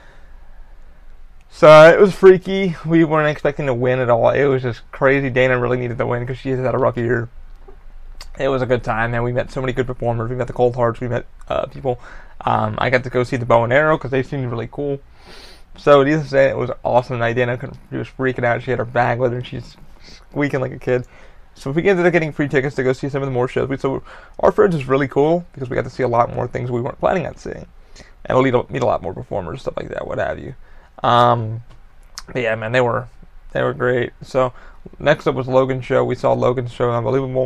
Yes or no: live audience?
no